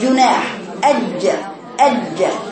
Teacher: فرق شديد جدا. هي دلوقتي رفعت لسانها وقفل بها المخرج في سقف حنكها. لكن في الأول كان لسانها كده بتقول جناح جو جو جو. · Term: الجيم